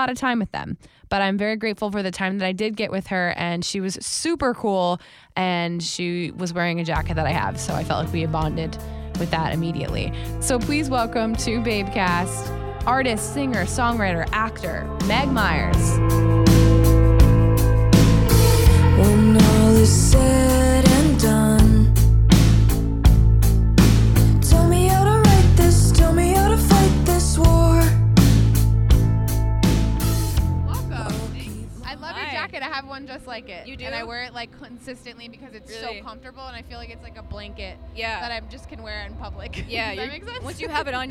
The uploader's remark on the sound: Babecast is LIVE from The Big Ticket! Sat down backstage with the super talented singer-songwriter.